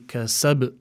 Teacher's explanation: Then you must give the qalqala in this particular word more emphasis, because the ba is at the end, so you would say kasab to add more emphasis for the qalqala.